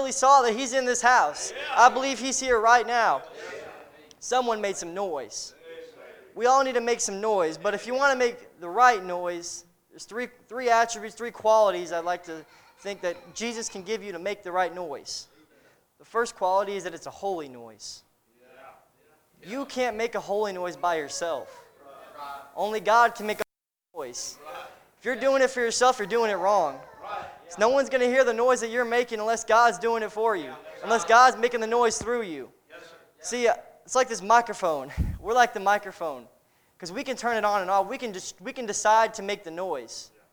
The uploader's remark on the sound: A message preached at Crossroads Baptist Church